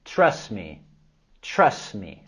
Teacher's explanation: En la palabra trust, no es necesario pronunciarlo el sonido T al final para que podamos vincularlo con la siguiente palabra me.